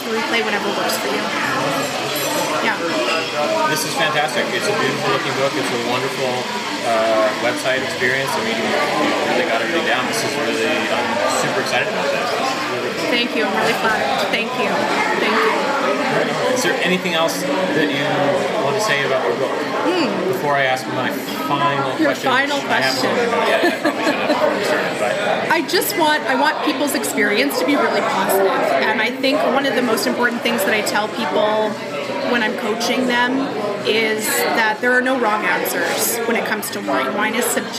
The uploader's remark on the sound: Unfortunately, our recording location at the Beanery Café in Summerland was a little on the noisy side so the audio quality is a little less than stellar for this podcast.